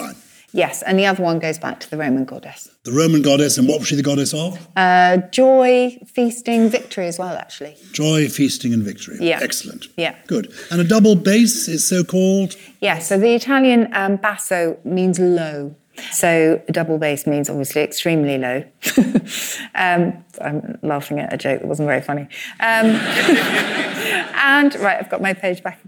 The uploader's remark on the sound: we are live from the Bristol Old Vic